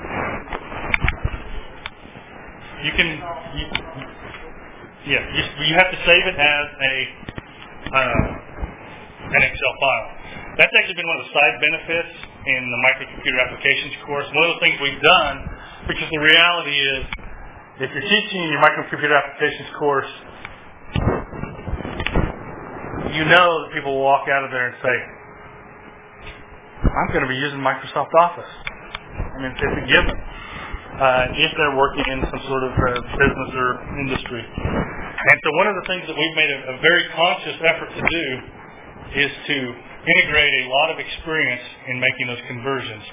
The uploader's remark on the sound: At the March 2010 Heartland eLearning Conference at the University of Central Oklahoma. My apologies for background noise. Wore my recorder and it made a lot more noise than I thought it would as a wearable device!